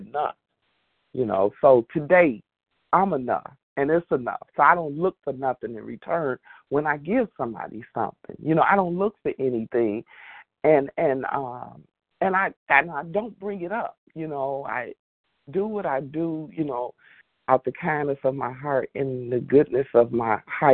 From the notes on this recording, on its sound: qualification from the 100 Pounders Phone Meeting